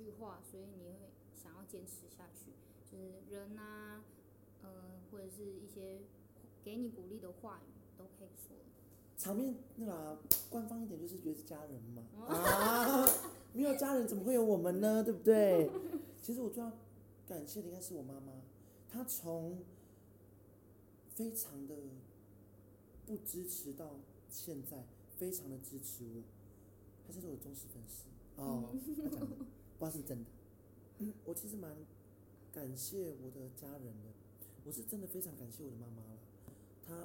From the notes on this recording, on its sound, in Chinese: 音量上面會時而大聲時而小聲。整集也因為在開放空間錄製 聲音很小。